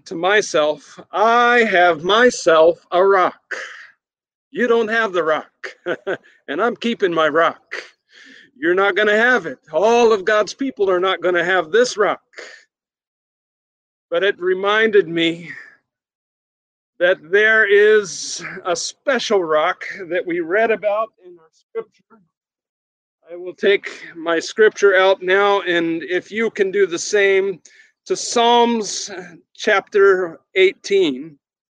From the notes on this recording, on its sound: Sermon recorded at Middle East University Church.